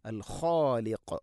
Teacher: ഖ തൊണ്ടയുടെ മുകൾ ഭാഗം. ഖാഫ് അതിൻ്റെ മേലെ ചെറുനാക്കിൻ്റെ അടുത്ത്.